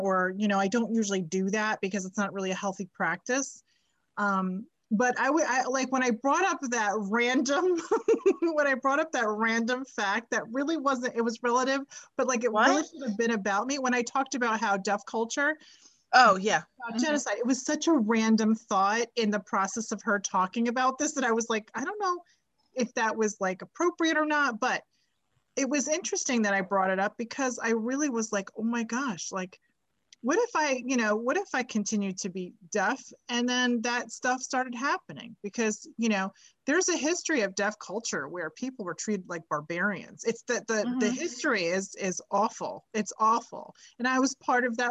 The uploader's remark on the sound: Zoom it up with a catch up.